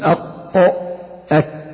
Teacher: أقصى الحلق مع ما يحاذيه من الحنك الأعلى تحت مخرج القاف، ويخرج منه الكاف